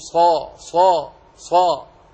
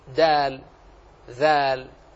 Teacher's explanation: عند نطقك بحرف الاستعلاء تقول صا صا صا، واللسان يرتفع